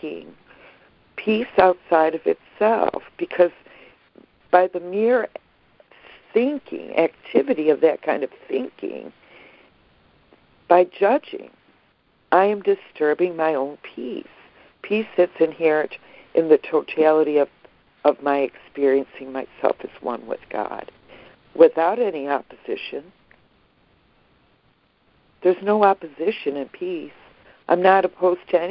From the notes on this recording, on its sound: ACIM Daily Conference Call